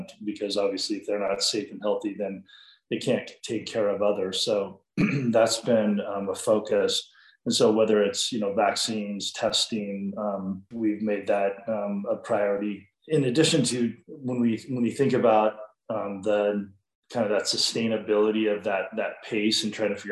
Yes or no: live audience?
no